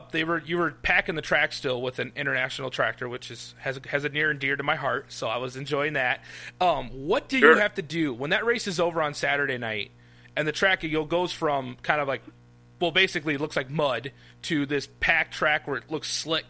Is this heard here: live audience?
no